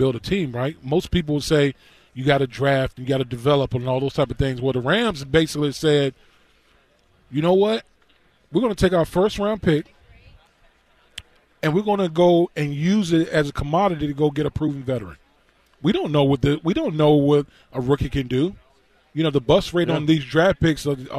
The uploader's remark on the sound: live from Radio Row in LA